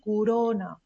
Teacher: La primera és una U, encara que escrivim una O, després fem una O i la A, que és una neutra · Term: reducció vocàlica